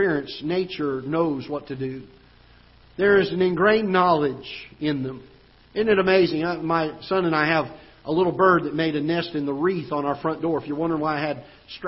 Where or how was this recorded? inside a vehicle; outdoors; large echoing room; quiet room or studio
large echoing room